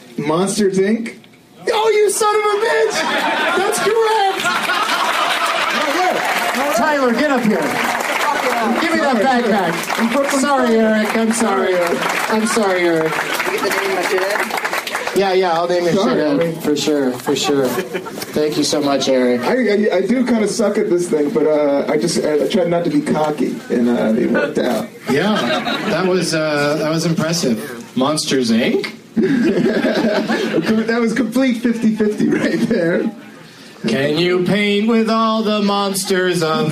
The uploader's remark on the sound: against audience members at the Ann Arbor Comedy Showcase